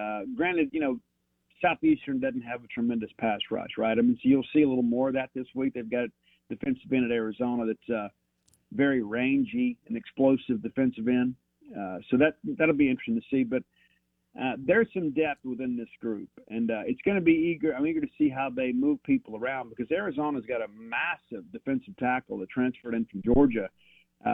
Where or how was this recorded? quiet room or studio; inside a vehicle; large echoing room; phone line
phone line